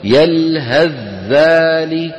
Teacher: نصل بإدغام الثاء في الذال، بأن نقلب الثاء إلى ذال · Term: بذال مشددة